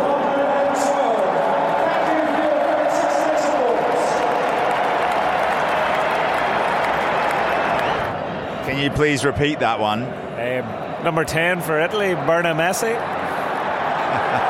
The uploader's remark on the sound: live from Wembley